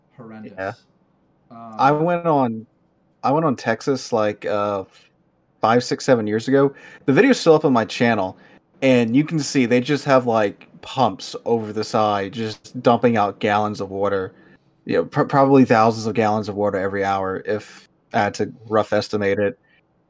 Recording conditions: poor microphone